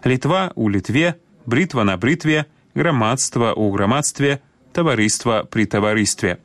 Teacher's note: гук «т» не змяняецца на мяккі ў формах назоўнікаў, якія закончваюцца на «тва» і «тво»